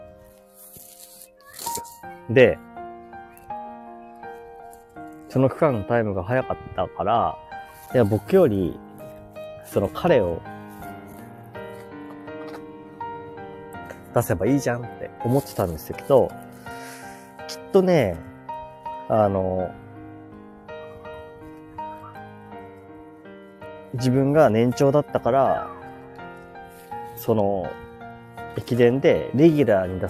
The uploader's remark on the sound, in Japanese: 公園に来てます！ゆっくり雑談。Live。